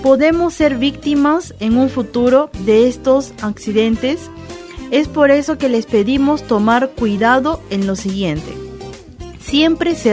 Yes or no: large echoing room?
no